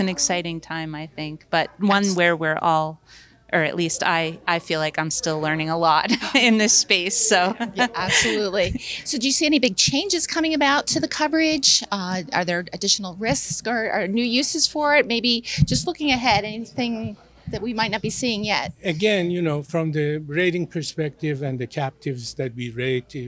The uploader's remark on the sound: Panelists spoke with AM Best TV at the annual Vermont Captive Insurance Association conference in Burlington.